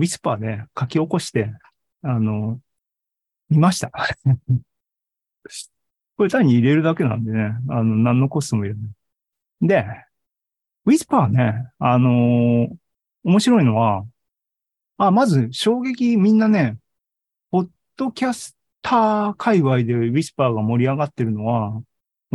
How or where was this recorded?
video call